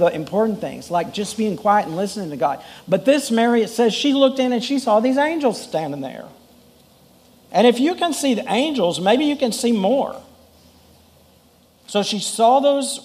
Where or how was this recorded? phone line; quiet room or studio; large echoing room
large echoing room